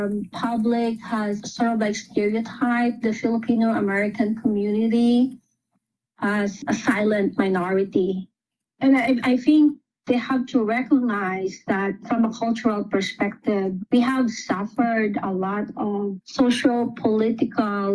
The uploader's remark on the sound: Educator Webinar